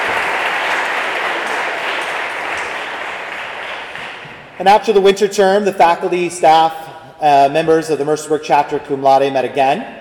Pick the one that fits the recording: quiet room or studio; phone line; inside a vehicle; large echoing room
large echoing room